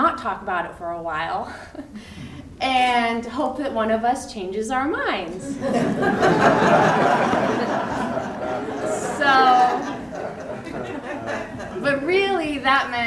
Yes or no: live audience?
yes